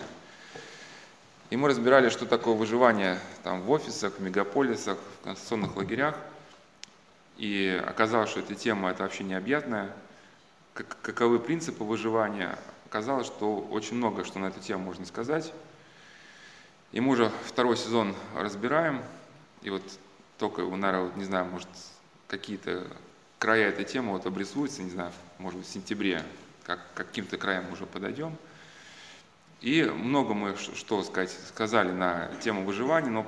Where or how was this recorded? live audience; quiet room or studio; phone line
live audience